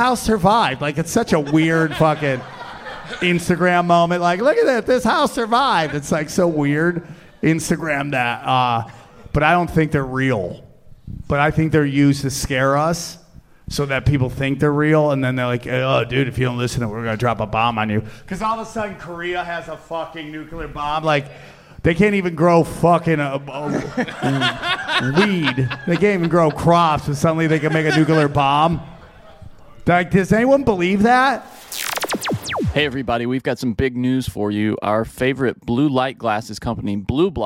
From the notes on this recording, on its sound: recorded at the Dojo Of Comedy in Morris Plains, New Jersey.